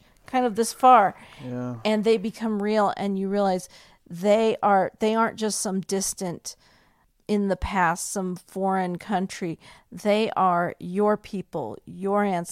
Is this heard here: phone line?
no